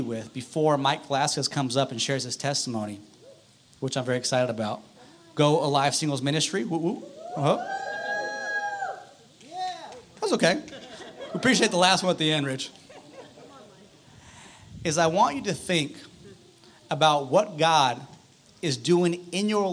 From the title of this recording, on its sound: Outdoor Service - Seaside Lagoon